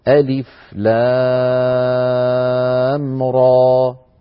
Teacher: لاحظوا بأننا قلنا را بمقدار حركتين ولم نختمها بهمزة، لم نختمها بهمزة، أؤكد على هذا الأمر.